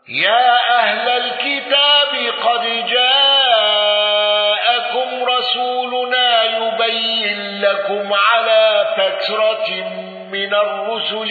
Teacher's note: قالون بقصر المنفصل وسكون ميم الجمع